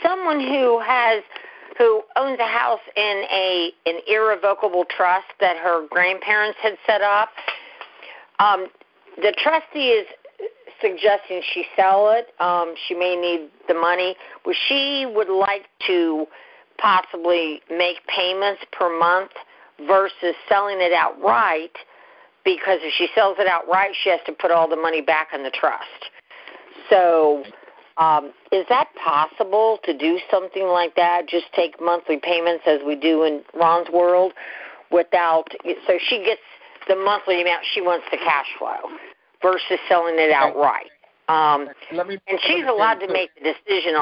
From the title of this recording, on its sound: Gold Club Q&A Call